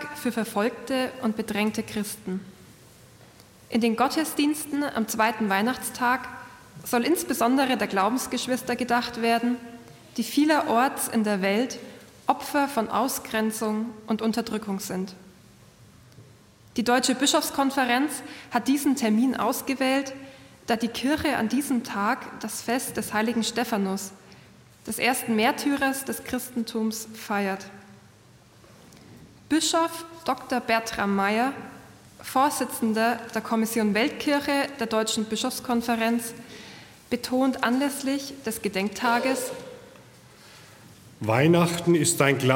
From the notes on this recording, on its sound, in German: Live-Gottesdienst-Übertragung aus der St. Stephanus Kirche in Mindorf.